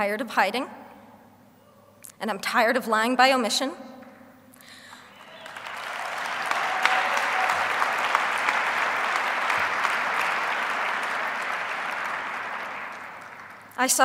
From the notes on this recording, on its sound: speech at the Human Rights Campaign Foundation’s Time To THRIVE conference